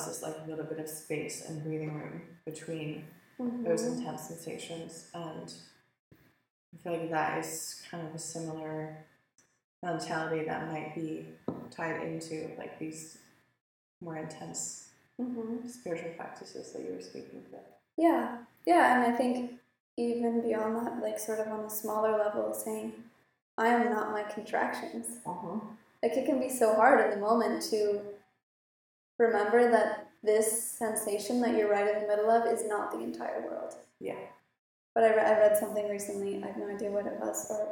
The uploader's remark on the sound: We had some technical difficulties, and the audio quality is not ideal. It's pretty fuzzy for the first 10 minutes, but gets better after that.